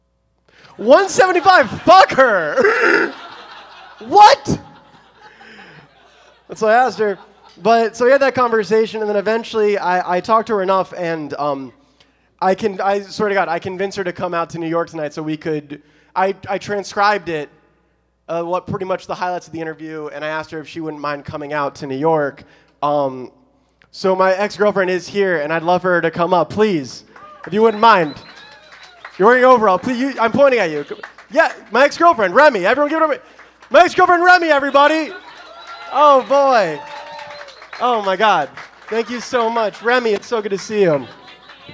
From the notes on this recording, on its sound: Book Club is a comedy variety show. Live sound and recording.